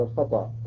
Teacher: وأبدل الهمزة ألفا لأن النطق بالهمزة صعب وبالأخص إذا تطرفت فكان في آخر الكلمة